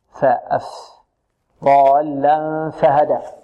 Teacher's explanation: هنا الضعف في الصفة، وأتى بها من باطن الشفة السفلى مع طرف العليا، ولكن صار عنده ضعف في ماذا؟ في الصفة، بدل من أن يأتي بها مهموسة فأشربها شيئا من الجهر، وهو اهتزاز الوترين